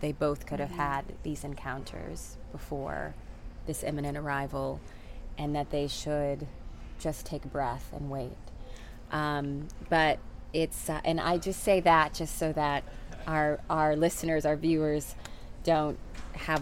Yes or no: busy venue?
yes